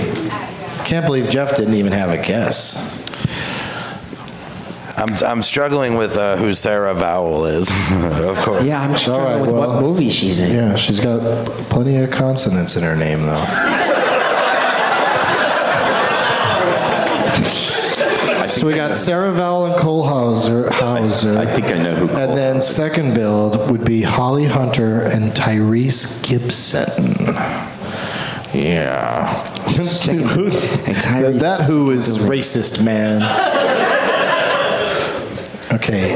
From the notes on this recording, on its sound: Live from the Helium Comedy Club in St.